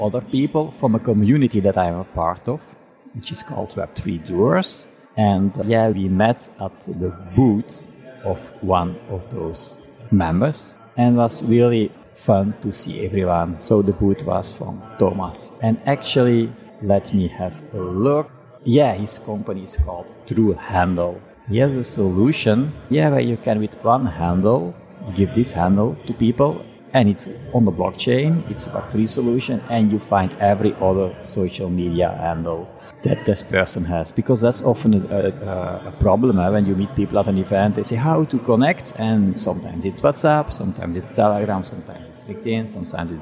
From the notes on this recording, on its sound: (at Web Summit). This episode was recorded at the official Web Summit podcast booth.